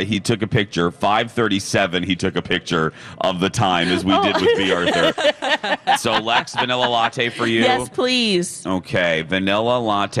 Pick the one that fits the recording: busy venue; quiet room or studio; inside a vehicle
busy venue